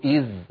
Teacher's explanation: فإن وقفنا نقول إذ، تعود الزال للظهور لأنها انفصلت صوتيا عن الظاء بعدها